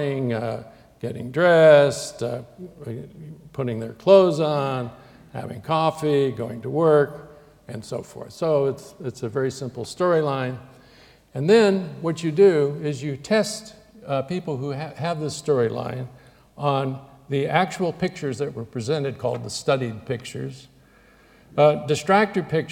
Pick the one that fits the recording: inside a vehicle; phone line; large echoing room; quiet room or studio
large echoing room